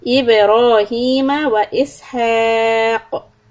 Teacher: When you stop, put a heavy qalqala on qaf.